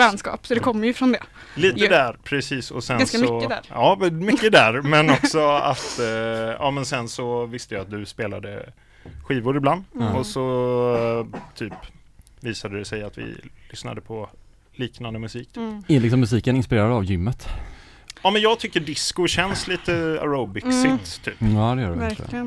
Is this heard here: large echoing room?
no